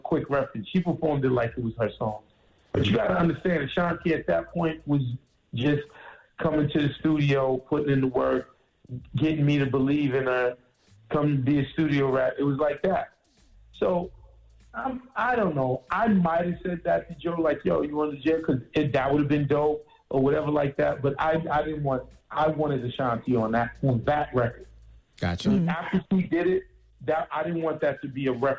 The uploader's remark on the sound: We opened up the phone lines. We had the listeners call up.